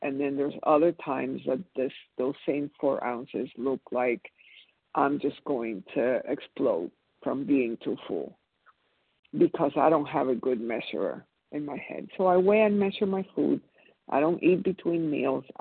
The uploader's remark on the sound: 100 Pounders Phone Meeting